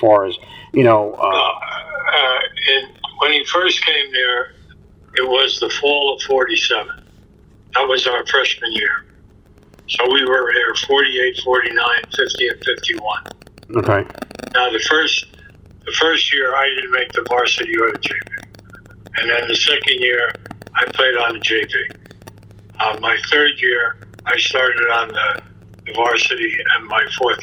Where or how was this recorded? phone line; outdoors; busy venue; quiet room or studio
phone line